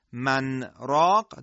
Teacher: نون ساکنه در حرف را در کلمه من راق ادغام که نمی شود هیچ، اظهار می شود و بلکه بعد از اظهار یک سکت هم لازم هستش که ما در اینجا انجام بدیم.